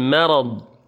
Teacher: الميم مرققة والراء مفخمة والضاد مفخمة